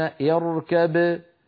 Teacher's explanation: الباء في الميم يعني يحولون الباء إلى ميم وينطقون ميما مشددة، لو وقفوا على الأولى يقولون اركب بباء ساكنة مقلقلة